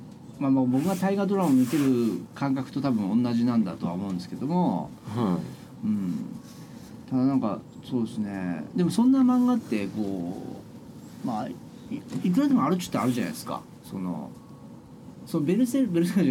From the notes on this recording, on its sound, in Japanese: 収録時は金沢でキングダム展やってたんですが。今回も雑音多くてすみません。